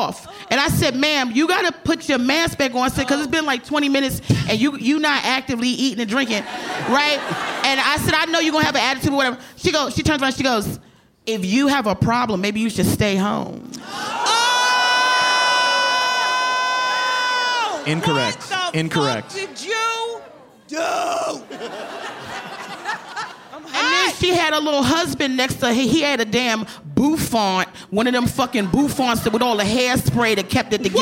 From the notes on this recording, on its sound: Recorded live at The Bell House in Brooklyn.